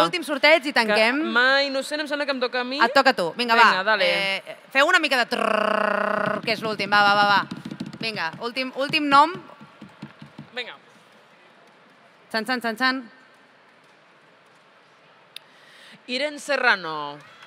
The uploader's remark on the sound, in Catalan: en directe des del MangaBCN 2024